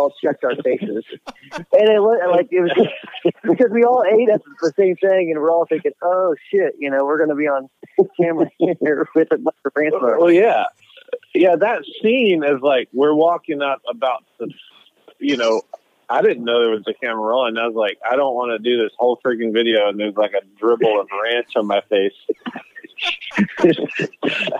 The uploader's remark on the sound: On the phone